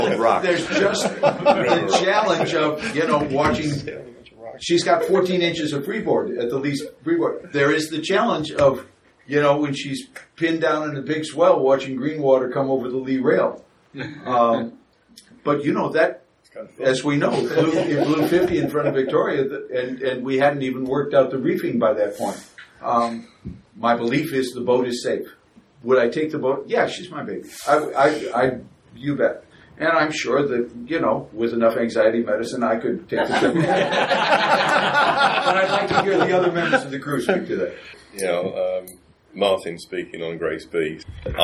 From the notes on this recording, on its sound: The roundtable discussion of the six teams who were willing to sit around with a couple of microphones. Recorded live at the KYC with an in-studio audience.